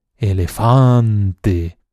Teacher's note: Eso quiere decir que la sílaba tónica es la penúltima y que, por lo tanto, la palabra elefante es una palabra llana.